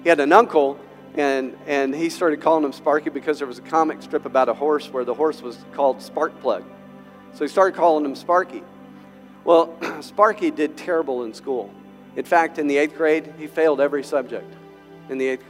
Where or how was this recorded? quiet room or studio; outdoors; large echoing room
large echoing room